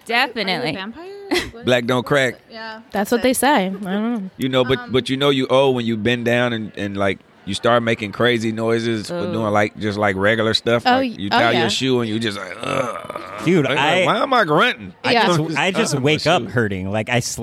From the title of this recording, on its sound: LIVE FROM TRIC